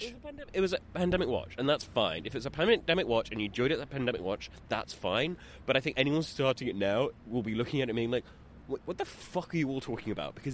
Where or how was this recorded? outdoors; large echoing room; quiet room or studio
outdoors